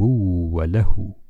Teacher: عندما وقفنا على هذه الكلمة وقفنا بإسكان الواو بدون قلقلة الواو، الواو يخرج مما بين الشفتين، وفي هذه الحالة نقف على الواو وتبقى الشفتين منفرجتين